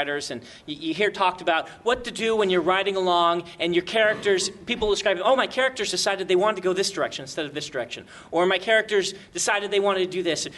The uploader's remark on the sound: Episode from WorldCon 67. We take questions from the audience, and then answer them.